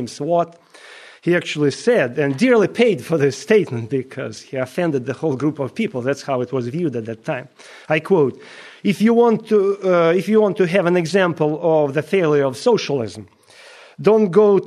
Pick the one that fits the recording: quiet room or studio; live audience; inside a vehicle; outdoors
live audience